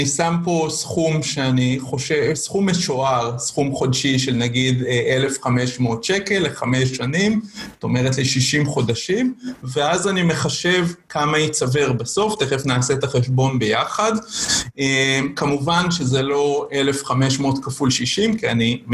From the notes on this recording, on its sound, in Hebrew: הפרק הפעם הוא הקלטת אותו ובינר